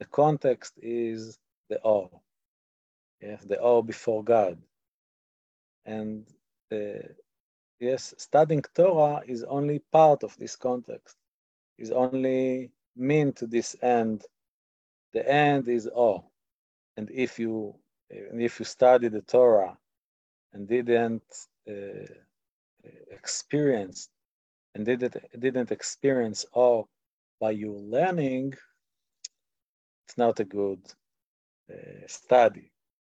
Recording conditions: video call